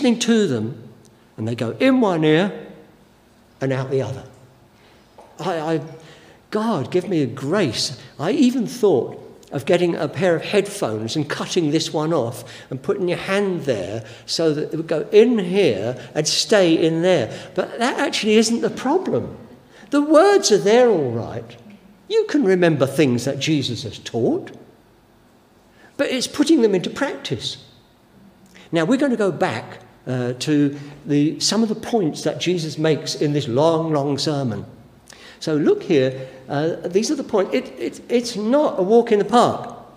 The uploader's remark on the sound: Given during the Oasis Church Live Stream.